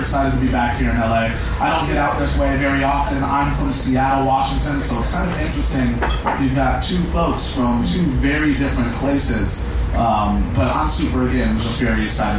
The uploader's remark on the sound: Recording Live at the recent Los Angeles Comic Con